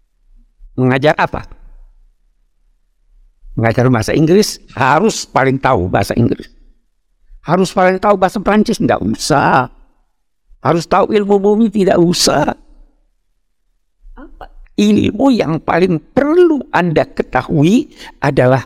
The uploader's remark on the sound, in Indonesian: Podcast episode ini merupakan hasil rekaman pada Februari 2023, yang diambil dari kajian Kuliah Umum Program PKU Masjid Istiqlal.